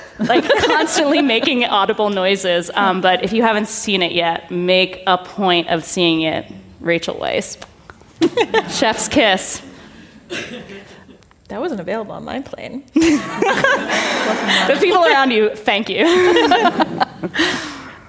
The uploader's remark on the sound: join the All About Women Festival live at the Sydney Opera House